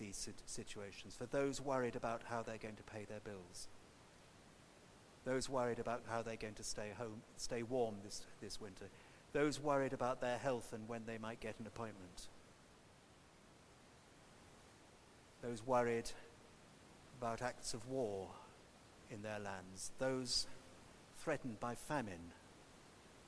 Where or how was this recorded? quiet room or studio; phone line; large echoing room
large echoing room